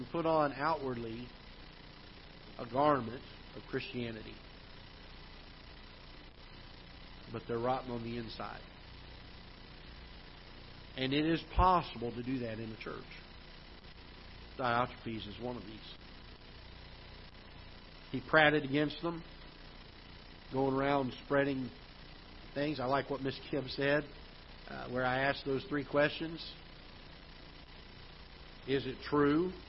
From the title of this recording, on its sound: Ketha Heights Baptist Church ~ Live Broadcast